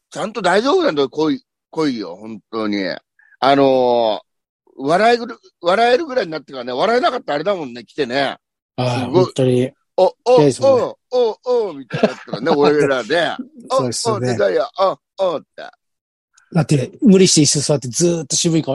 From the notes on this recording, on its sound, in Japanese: ZOOMで収録〜。